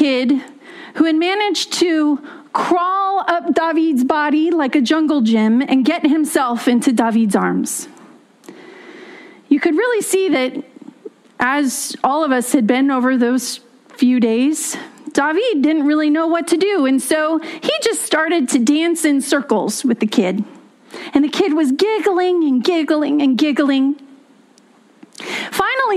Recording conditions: large echoing room